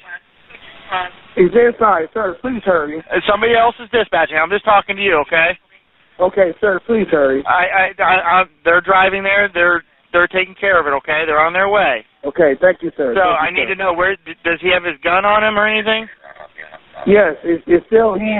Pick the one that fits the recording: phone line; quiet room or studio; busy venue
phone line